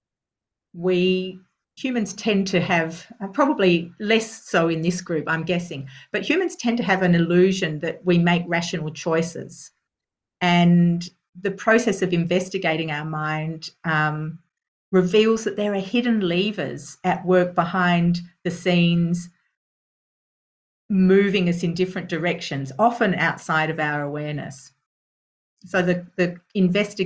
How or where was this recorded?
video call